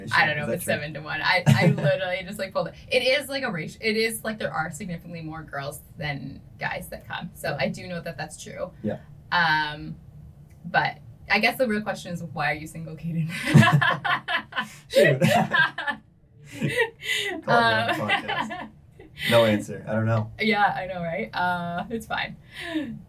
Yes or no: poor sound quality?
yes